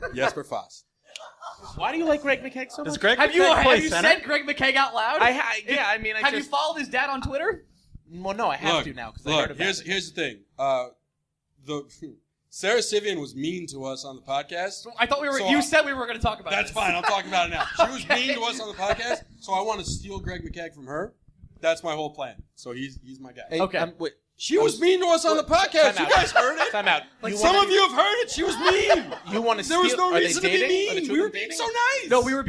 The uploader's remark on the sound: LIVE Show With Blueshirts Breakaway -- The Forum 2